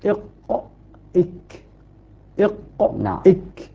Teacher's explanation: وحرف بأسفل يعني بعده بقليل إلى جهة طرف اللسان، يعني للمخرج قليلا، الكاف. فالقاف من أقصى اللسان مع ما يحاذيه من سقف الحنك العلوي، الكاف بعده بقليل أيضا من منطقة أقصى اللسان مع ما يحاذيه من سقف الحنك العلوي، لكن بعده بقليل. ولذلك إذا طبقنا الآن سنجد أننا نقول إق إك إق إك. · المتذوق لها يرى أن الكاف أدنى قليلا، الكاف أدنى. والقاف أبعد. أبعد أبعد منها.